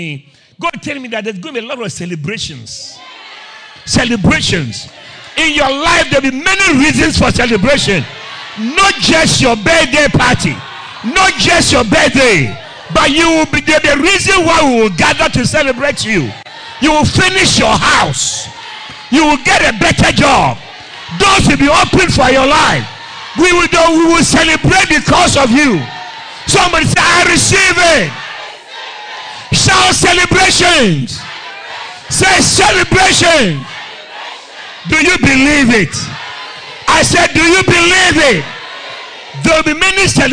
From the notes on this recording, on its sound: Preached at Christ Oilfields